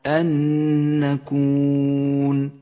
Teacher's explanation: اجتمعت النون الساكنة مع النون المتحركة تدغمان فتصيران نونا واحدة مشددة لونت بالأخضر لأنها تغن بمقدار حركتين أن نكون. والآن انتبه إلى · Term: الإدغام المتماثل